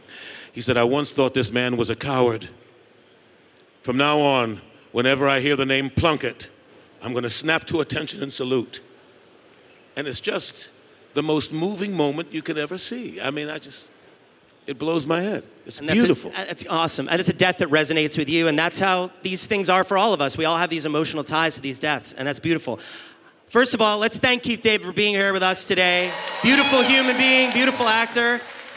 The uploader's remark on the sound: Live from L.A. Comic Con.